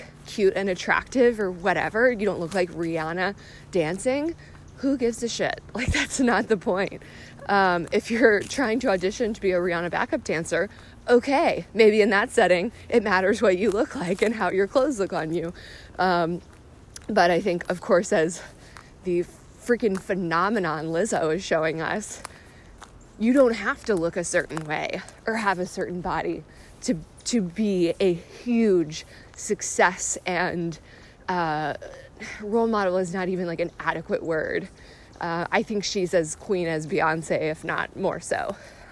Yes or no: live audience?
no